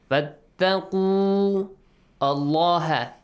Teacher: Skip that waw. And pronounce the lam with a heavy sound.